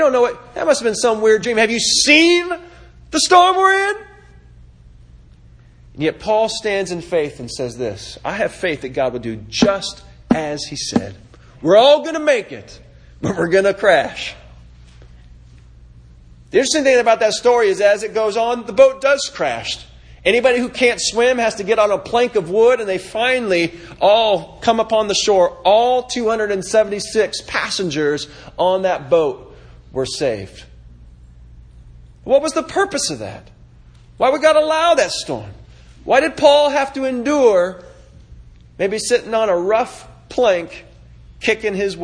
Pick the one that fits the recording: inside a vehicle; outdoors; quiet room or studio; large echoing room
large echoing room